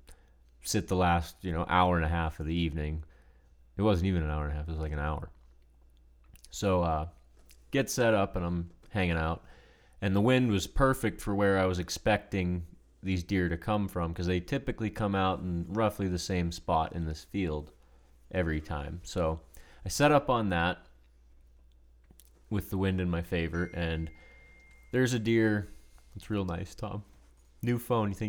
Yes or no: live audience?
no